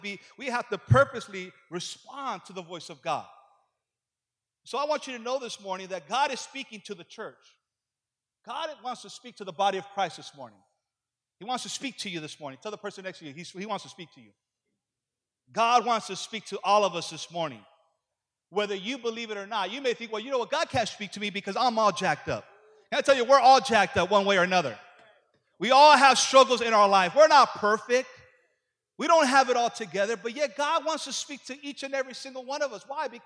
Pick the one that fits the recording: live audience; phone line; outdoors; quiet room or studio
live audience